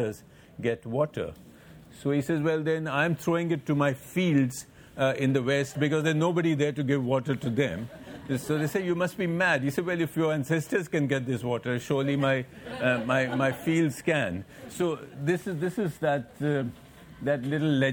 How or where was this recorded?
live audience